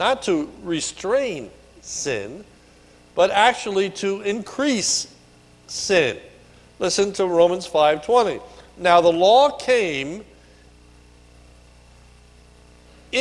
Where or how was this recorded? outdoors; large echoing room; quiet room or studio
large echoing room